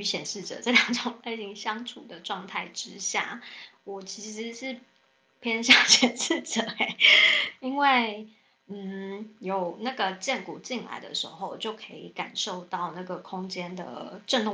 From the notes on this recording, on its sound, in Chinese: 本集內容有一些小孩子的背景音。此音檔是由club house直播中錄製的。故音質無法與專業麥克風及錄音室錄製比較。